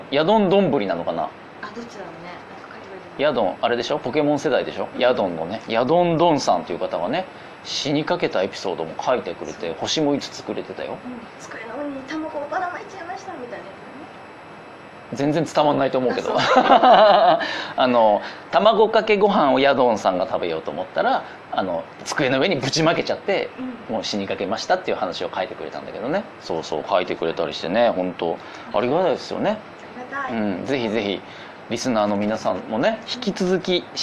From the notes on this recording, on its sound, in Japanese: 初の屋外公開収録(ノー台本)に挑戦！